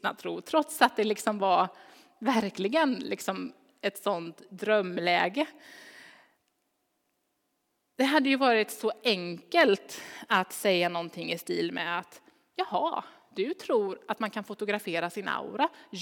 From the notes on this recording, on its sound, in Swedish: Inspelning från Immanuelskyrkan Skövde.